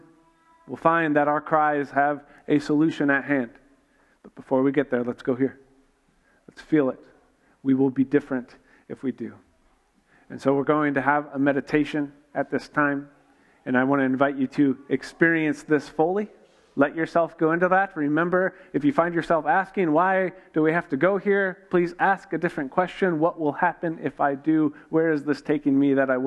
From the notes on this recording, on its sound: This week was a live event built around a narrative arc to prepare us from Christmas Eve. We tried to record as much as we could so you can get a taste of the morning.